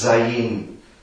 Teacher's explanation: es wird nicht als Z ausgesprochen, sondern als sehr klingendes S